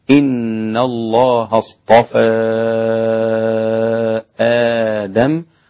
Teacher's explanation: والإمام ورش قلل اصطفى